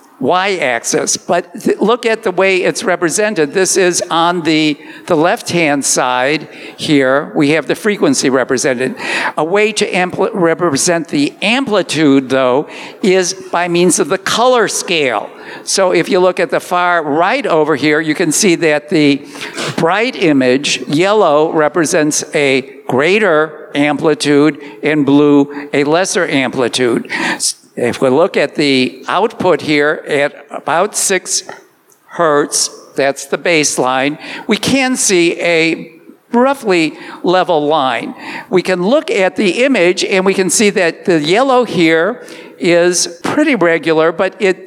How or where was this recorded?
live audience